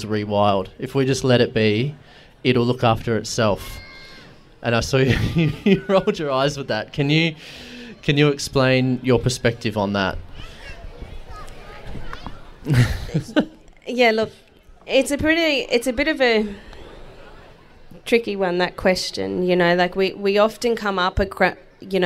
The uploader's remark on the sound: This conversation was recorded live at Renew Fest back in May.